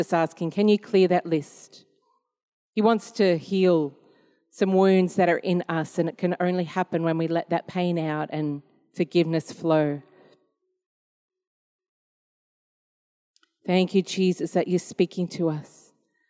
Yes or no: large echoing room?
yes